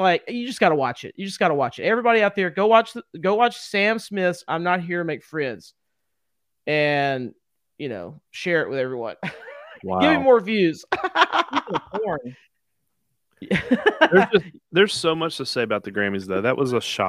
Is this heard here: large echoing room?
no